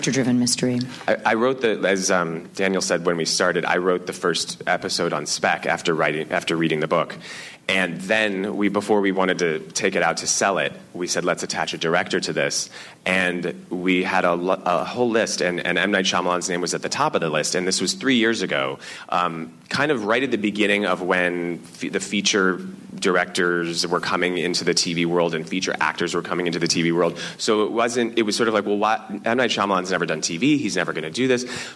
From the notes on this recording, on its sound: Recorded at ATX Television Fest in June 2015.